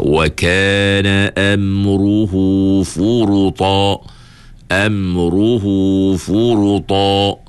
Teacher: Tebalkan ra itu dengan terangkat pangkal lidah ketika menyebut huruf ra yang tebal itu. · ra itu kena baca dengan tebal sebab dia baris depan.